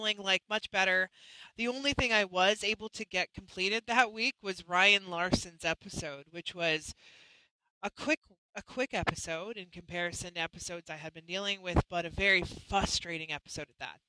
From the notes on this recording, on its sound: Our Internet was a little choppy for this live.